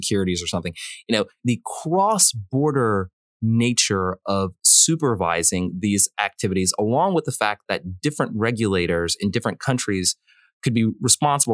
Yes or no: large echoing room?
no